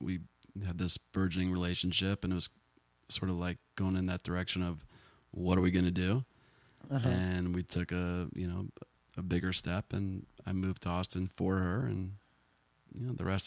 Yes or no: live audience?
no